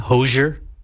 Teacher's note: I pronounce it kind of like with a very soft SH sound.